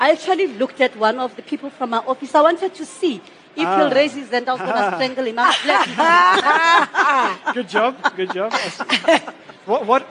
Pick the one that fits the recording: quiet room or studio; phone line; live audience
live audience